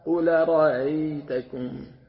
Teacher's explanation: يعني لا همزة ولا بلا همزة، يعني لا أ ولا ها، بين الهمزة والهاء · Term: بين بين